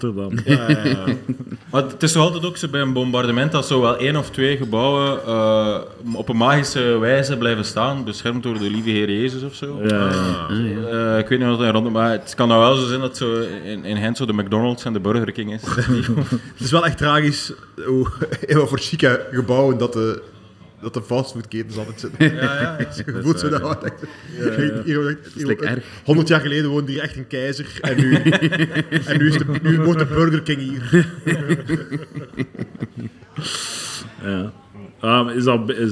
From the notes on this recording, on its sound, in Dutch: LIVE op Shtick Fest in Comedy Club Haug in Rotterdam